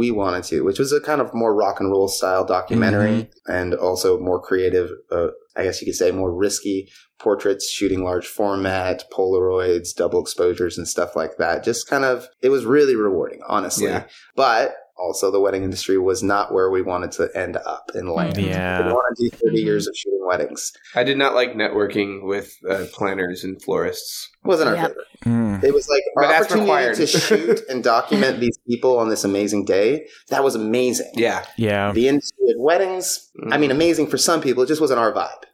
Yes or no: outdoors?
no